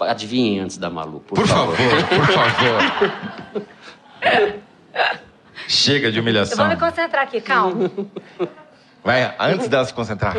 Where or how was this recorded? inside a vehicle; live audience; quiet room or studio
live audience